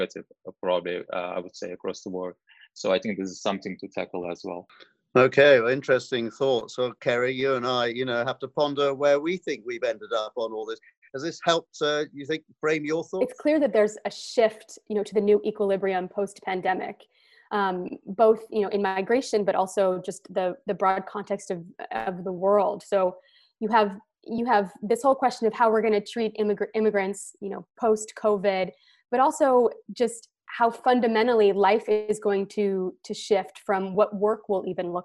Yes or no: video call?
yes